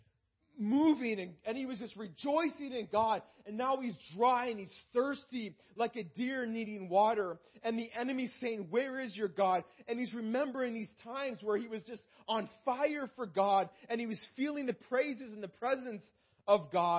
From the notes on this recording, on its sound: This message was preached in May 2018 at Freedom Life Church in Kitchener Ontario